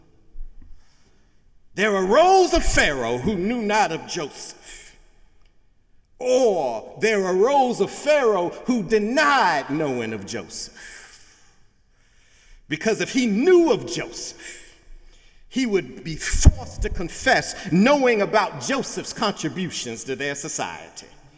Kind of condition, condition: setting, large echoing room